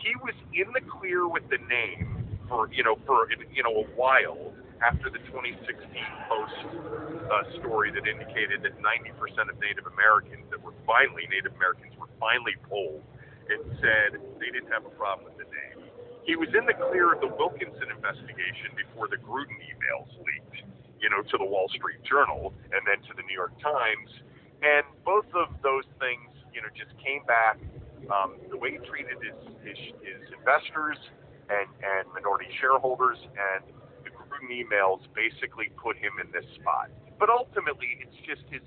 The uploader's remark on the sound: Open the show by talking face-to-face. Over the phone.